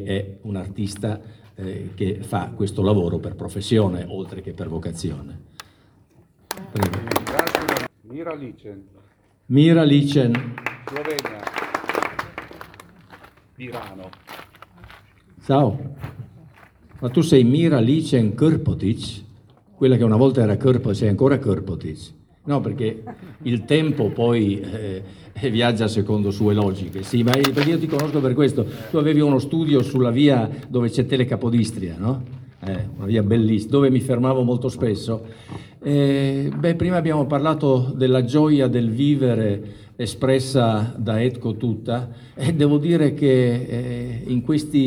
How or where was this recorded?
busy venue